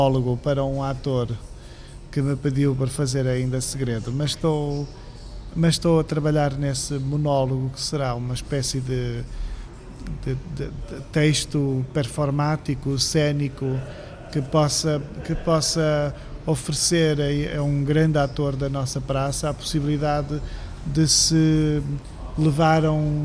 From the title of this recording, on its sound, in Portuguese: em direto do Festival Literário da Madeira